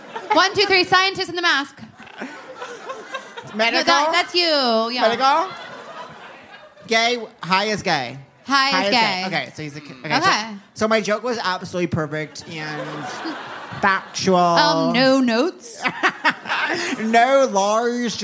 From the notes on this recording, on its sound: Answer more letters for help live on stage at The Bell House.